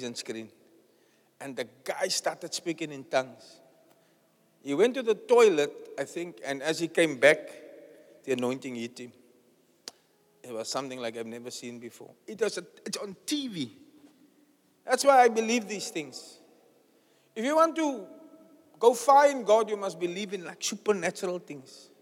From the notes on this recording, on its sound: Preached at the Zion Sanctuary, Cape Town on the 21st May 2023